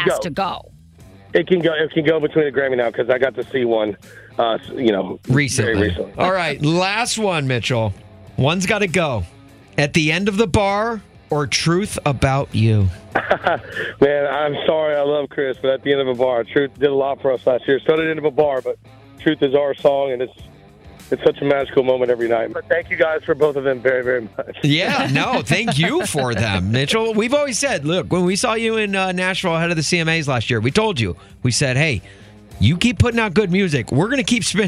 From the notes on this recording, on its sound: Called in to play a round of One's Gotta Go before his round of golf!